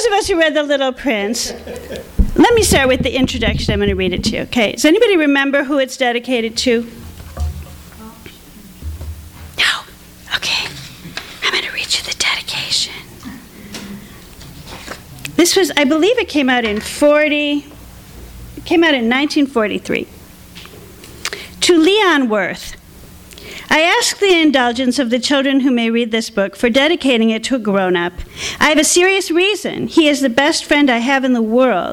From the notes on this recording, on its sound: Our second in a series of rant/rave nights featuring local authors talking about books that they love or love to hate! THIS EVENT WAS RECORDED LIVE AT SKYLIGHT BOOKS JUNE 16, 2010.